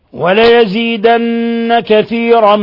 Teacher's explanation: لابد من الغنة في النون لأنها مشددة، لابد من إثبات حرف غنة مشدد يغن مقدار حركتين.